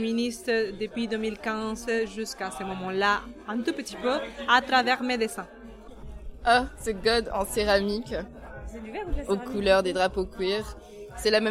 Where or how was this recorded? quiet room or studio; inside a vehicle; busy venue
busy venue